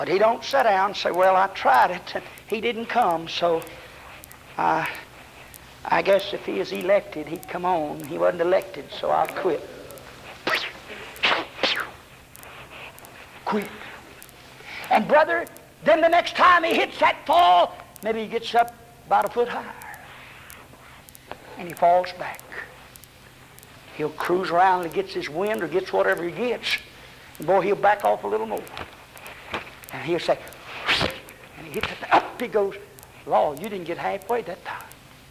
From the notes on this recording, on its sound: Preached this in 1978 on a Sunday night at White Plains Baptist Church.